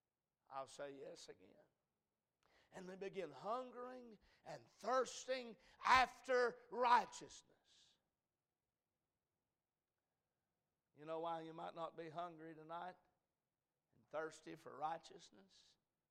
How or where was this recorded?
large echoing room